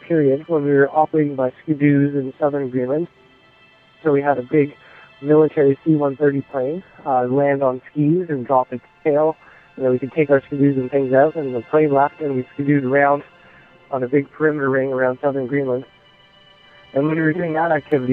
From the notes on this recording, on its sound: we got a hold of him by satellite phone as he was in Greenland on a 36 day research expedition led by NASA